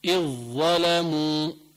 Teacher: كذلك إذ ظلموا، إجا عندي ذال بعدها ظاء كمان بتغمن ببعض، بقول إذ ظلموا ما بتلفظ ذال نهائيا بس ظاء